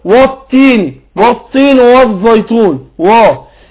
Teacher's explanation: في بعض الناس فخم الواو وهي الواو مرققة حرف مستفل